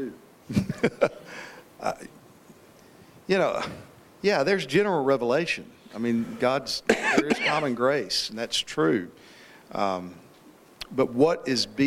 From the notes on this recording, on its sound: This panel discussion was held on December 6, 2019 at the Founders "The Law and The Gospel" national conference in Cape Coral, Florida.